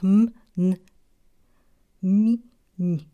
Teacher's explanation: w momencie ich wymawiania powietrze przepływa też przez nos i te głoski nosowe to na przykład m, n, mi, ni, prawda?